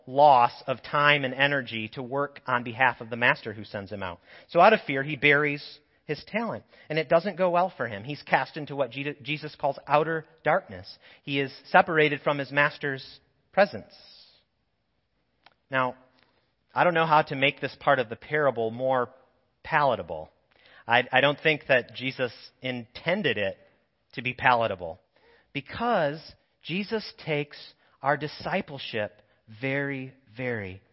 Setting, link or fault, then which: setting, large echoing room